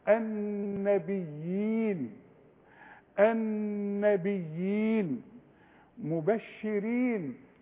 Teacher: كل الحروف دي مرققة بما فيهم الراء لان الراء المكسورة مرققة